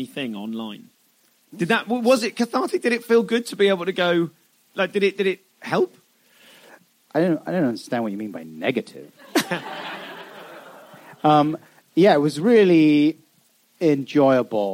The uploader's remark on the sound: Live at Soho Theatre